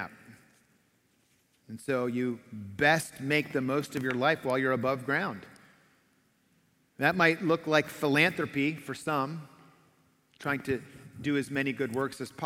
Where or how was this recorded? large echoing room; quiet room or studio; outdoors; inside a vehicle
large echoing room